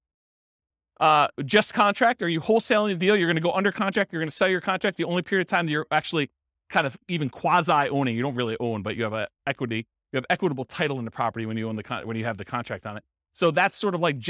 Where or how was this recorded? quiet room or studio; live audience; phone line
live audience